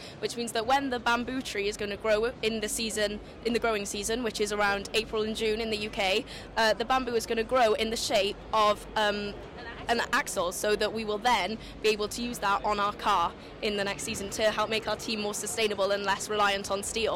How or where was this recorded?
busy venue